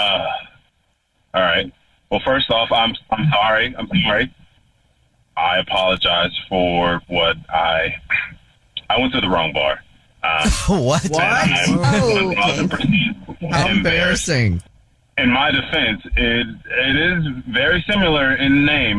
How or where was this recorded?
phone line